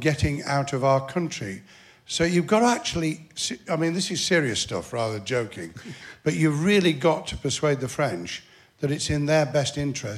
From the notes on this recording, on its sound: As you can hear, the audience hung on his every word... One member in particular which led to an emotional moment near the end of the show.